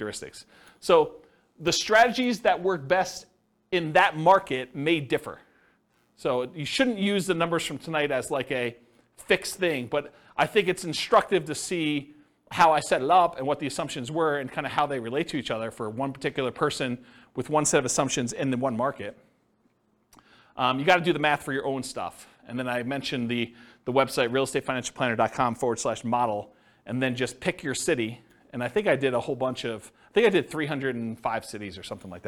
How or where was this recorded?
live audience